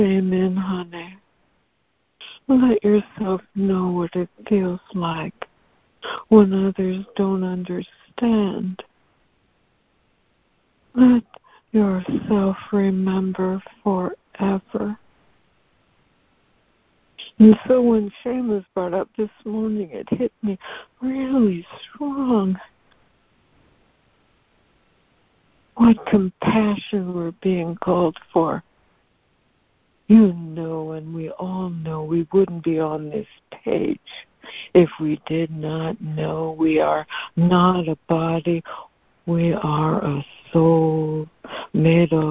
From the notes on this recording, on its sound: ACIM Daily Conference Call